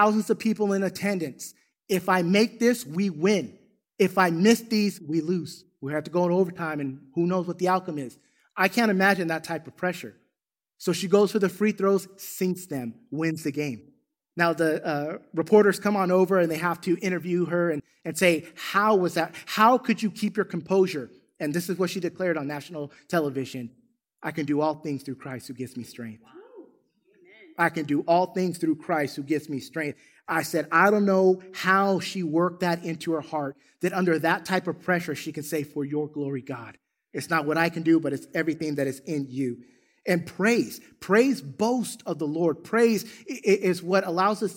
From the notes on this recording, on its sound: Recorded from South Gate Fellowship in Duncanville, TX.